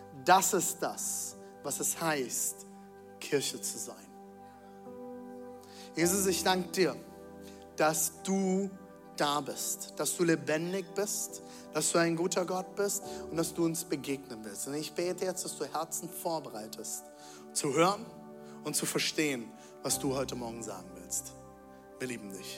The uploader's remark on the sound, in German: Zealchurch Leipzig. Audiomitschnitt der Predigt.